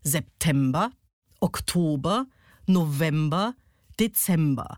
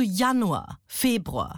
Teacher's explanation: Da ist immer die erste und die letzte Silbe unbetont und dazwischen liegt der Peak. · Shown in: first take · Term: Amphibrachis